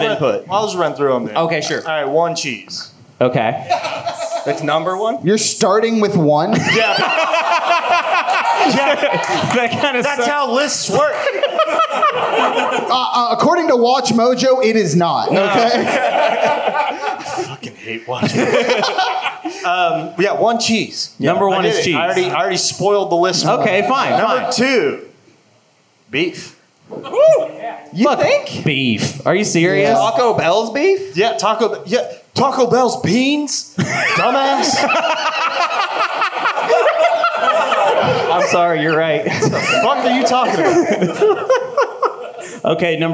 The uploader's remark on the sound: This was a live recording of the Space Cats Peace Turtles Portland Hootenanny Liveshow at Helium Comedy Club